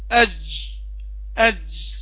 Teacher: هضغط وسط اللسان هيطلع فوق ويكتم الصوت، ما يخليش في مجرى. اقول اج، شوف اج اج، اهو اتكتمت الجيم. · Term: كتم صوت الجيم